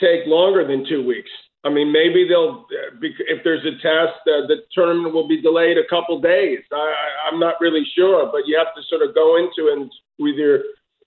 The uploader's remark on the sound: 2021 Australian Open Conference Call